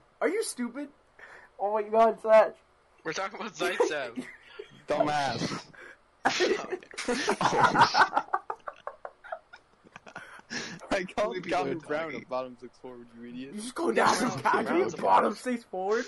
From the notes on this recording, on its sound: We also apologize for any audio issues that occurred during recording